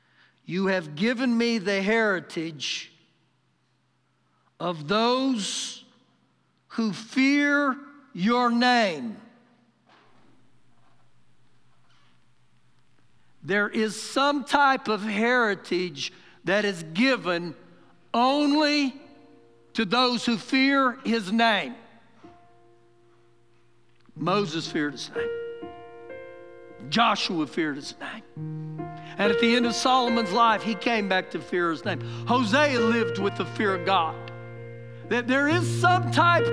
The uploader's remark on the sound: Recorded live during our Sunday morning service